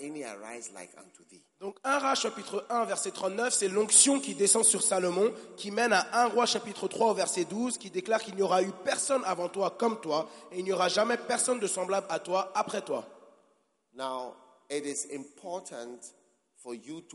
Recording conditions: live audience